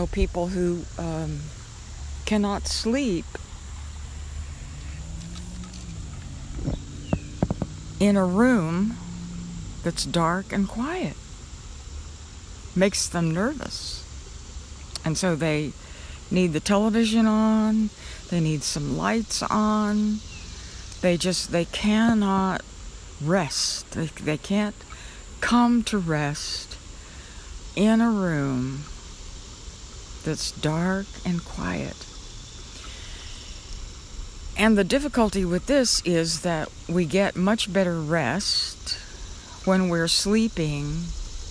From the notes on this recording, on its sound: For our meditation today, I recorded the sounds of a creek that runs through the park where I often meditate. I think I got a good recording of the creek.